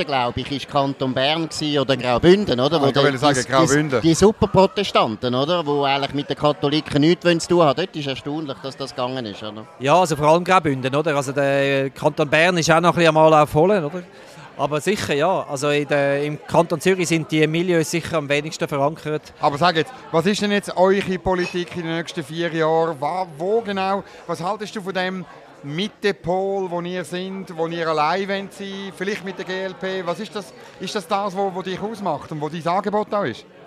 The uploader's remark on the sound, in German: Live aus der Bellevue-Bar